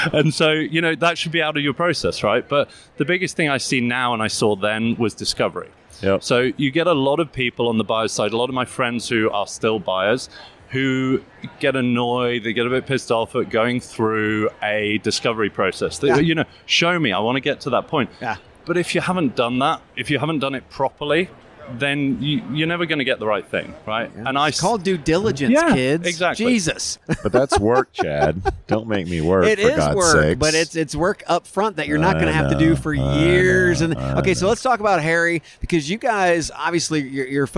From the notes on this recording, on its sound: Live from UNLEASH America in Las Vegas